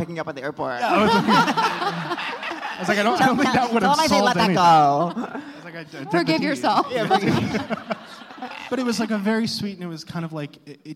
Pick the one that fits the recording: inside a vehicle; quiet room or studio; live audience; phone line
live audience